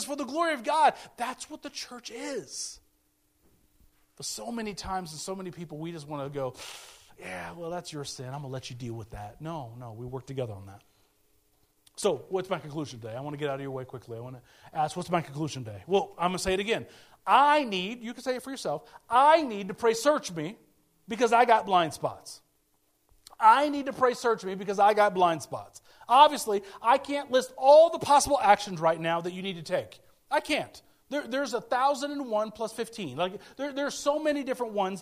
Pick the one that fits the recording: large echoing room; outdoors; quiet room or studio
large echoing room